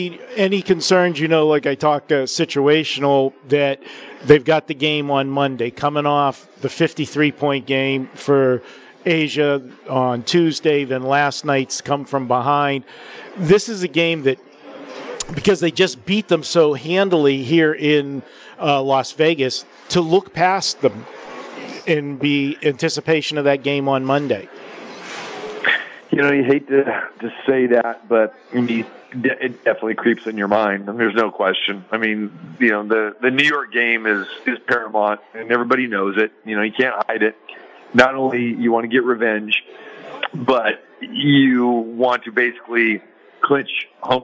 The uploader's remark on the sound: Live from the Super Book at the Westgate Las Vegas